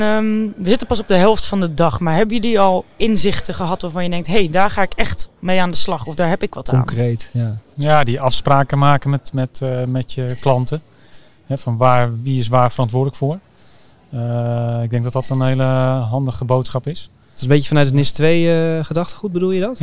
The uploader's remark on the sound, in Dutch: Live vanaf ESET Inspire!